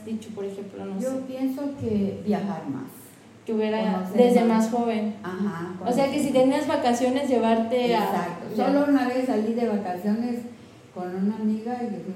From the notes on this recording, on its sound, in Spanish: El audio mejorará nos falto en Tuxtla un filtro pop para reducir lo ruidos.